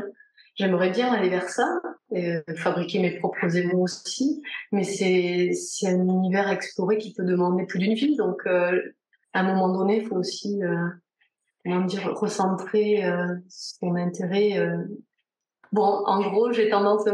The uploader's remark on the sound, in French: On s'est retrouvé en visio par une chaude journée d'été ('fin surtout à Toulouse, et moins en Bretagne...).